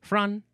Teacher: the first syllable is fron with an N, but the N is superscript, so it's just a very subtle N